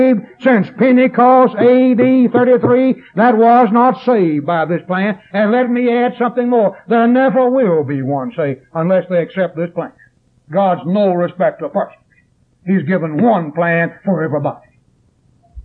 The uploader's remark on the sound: preached this sermon at East Columbus church of Christ in Columbus, MS on September 7th, 1981